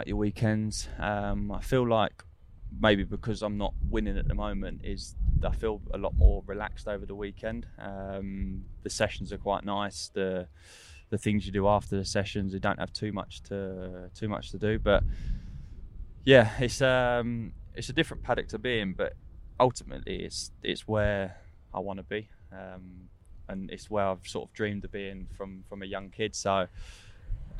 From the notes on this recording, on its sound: candid chat recorded at Donington Park